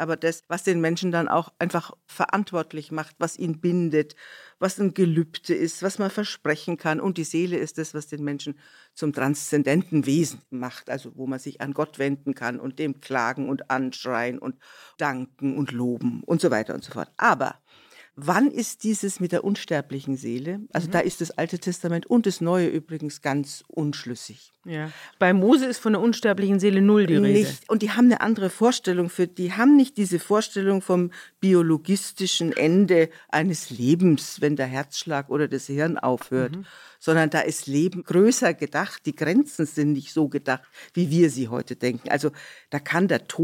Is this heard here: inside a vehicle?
no